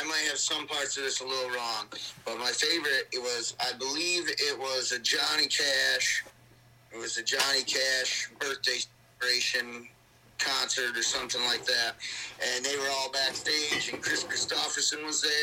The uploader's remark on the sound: burnt the phone lines up to Versailles, New York